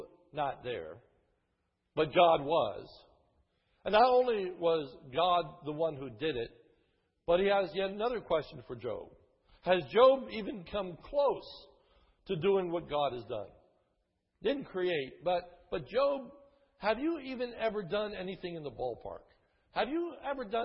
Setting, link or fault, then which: setting, large echoing room